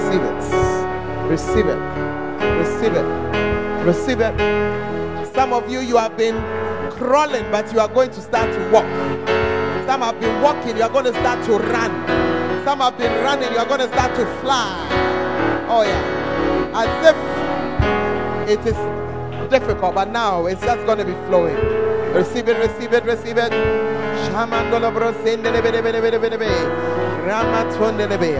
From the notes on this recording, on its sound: Preached At The 100s and 200s Camp